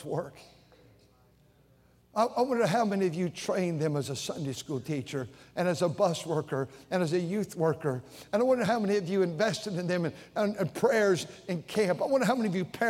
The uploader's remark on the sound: during the Sunday Evening service on May 14, 2023, at North Valley Baptist Church in Santa Clara, California.